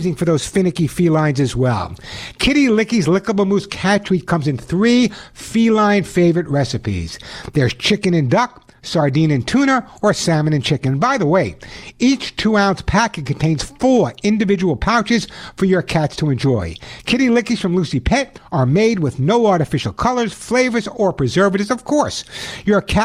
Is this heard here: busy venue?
no